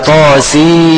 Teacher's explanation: هتدغم النون الساكنه في الميم مع ان الاثنين في كلمه واحده، طاسين ميم كلمه واحده وليست عدة كلمات، فتنطق طاسيم ماشي؟